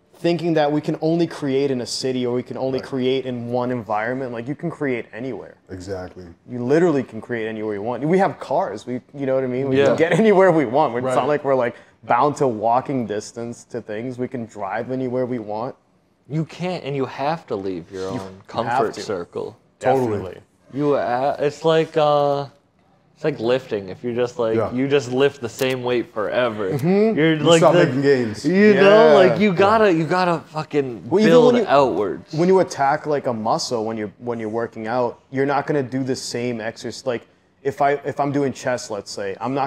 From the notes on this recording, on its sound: This episode was recorded at Union Coffee in Milford, NH.